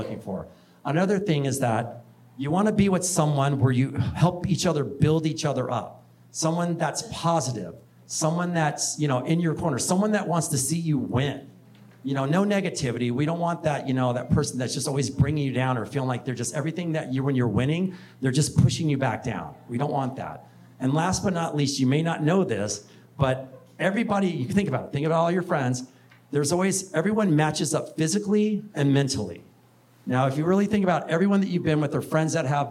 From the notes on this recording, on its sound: (The Live Stage Event). On stage for his very first live event.